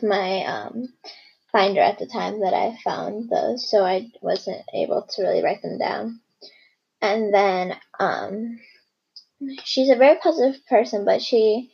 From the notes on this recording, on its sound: This is only my second episode so I'm sorry if it doesn't sound good. I'm like the podcast version of the basement band or garage band.